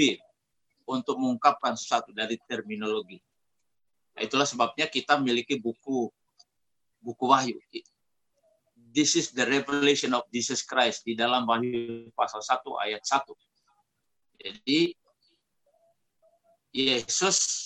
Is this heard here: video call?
yes